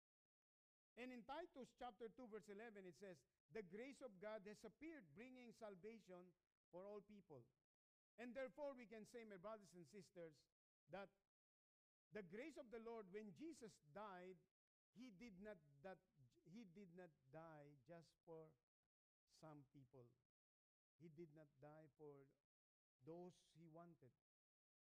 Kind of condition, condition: setting, large echoing room